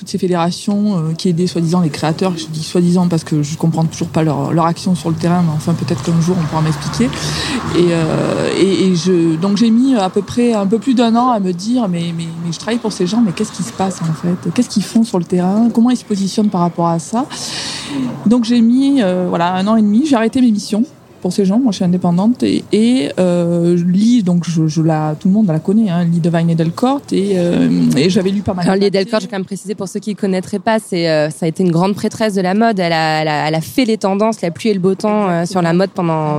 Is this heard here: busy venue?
yes